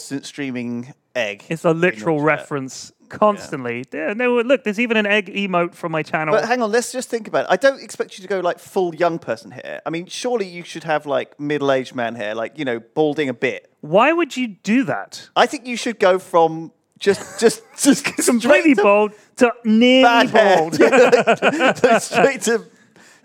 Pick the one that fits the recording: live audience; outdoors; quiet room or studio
live audience